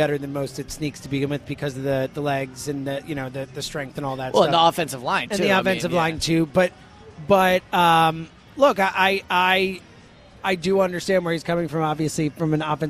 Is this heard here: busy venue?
yes